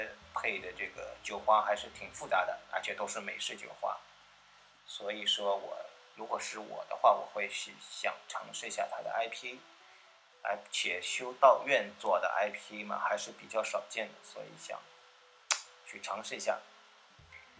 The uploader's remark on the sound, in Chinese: 这次用了AU录音感觉有些杂音，见谅